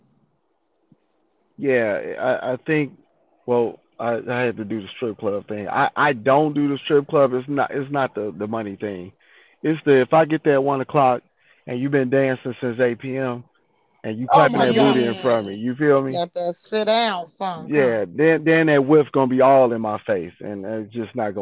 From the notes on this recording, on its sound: Phone Convo.